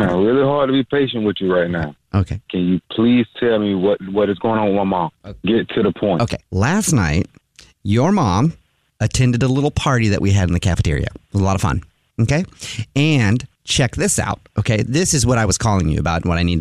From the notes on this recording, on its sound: Phone Prank